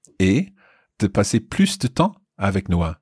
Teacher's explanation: note that S there on plus. We have to pronounce it because it's more time. It's not no more time, but more time.